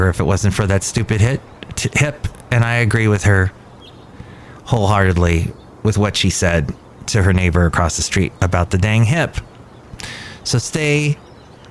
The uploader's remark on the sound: Podcasts live from Cafe Anyway.